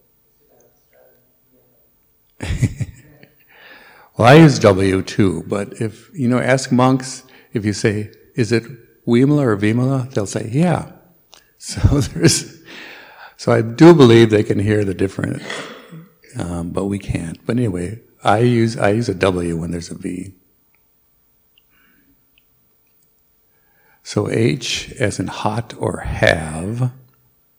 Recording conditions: large echoing room